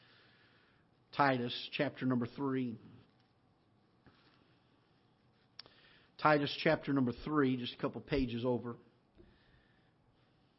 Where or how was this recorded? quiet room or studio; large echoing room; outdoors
large echoing room